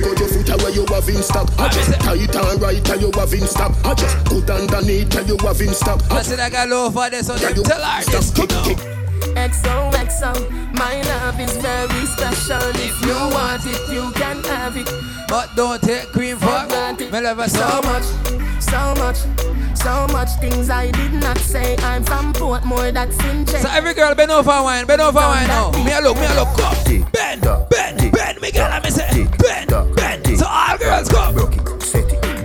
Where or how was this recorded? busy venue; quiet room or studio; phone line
busy venue